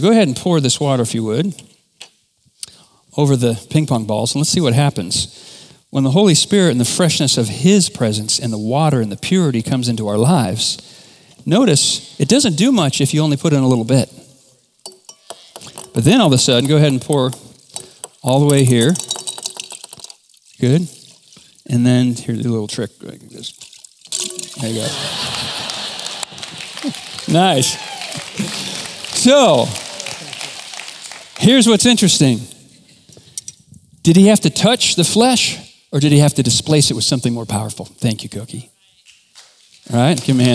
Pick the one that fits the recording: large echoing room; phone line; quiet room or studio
large echoing room